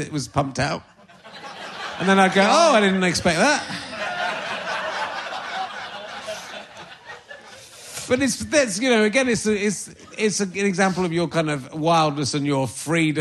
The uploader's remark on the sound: It’s another live Book Club, this time recorded at the Leicester Square Theatre.